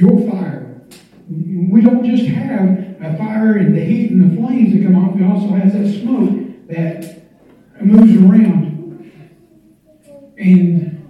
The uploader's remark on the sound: standing up in church and giving this message on Facebook Live